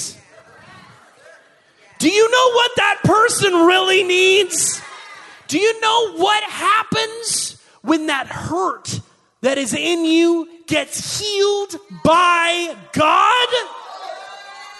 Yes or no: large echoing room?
yes